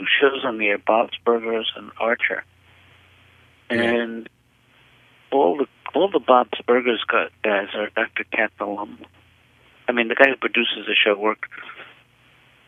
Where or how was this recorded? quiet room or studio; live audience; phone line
phone line